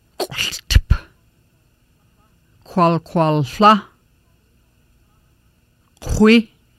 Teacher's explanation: The QW sound is made by rounding the lips with the tongue almost touching back of mouth, stopping the air, then releasing. The Q sound with the lips rounded.